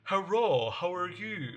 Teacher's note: They don't have L's in Japanese, and they replace them with the sound of R.